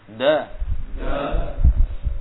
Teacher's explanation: Sama makrohnya, ya, tapi perbedaan sifat. Huruf dal tidak hames, ya, dia jahar. Nafas tertahan.